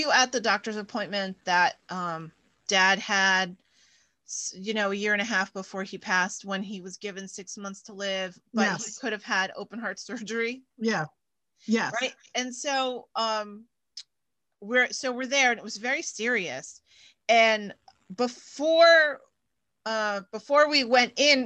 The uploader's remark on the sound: Zoom it up with a catch up.